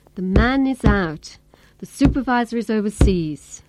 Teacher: we still have only two major stresses, even though our last sentence is 9 syllables long